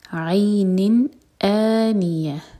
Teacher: آنیہ، تا مربوطہ پر اینڈ کریں گے تو یہ حامی چینج ہوگا اور اس کو ساکن کریں گے. تو میک شیور کہ حمزہ کا ساؤنڈ کٹ آف ساؤنڈ کے ساتھ آئے. عینن آنیہ نہیں کہیں گے، عینن آنیہ.